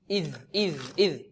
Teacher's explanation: طرف اللسان مع طرف الثنايا العليا · Term: الذال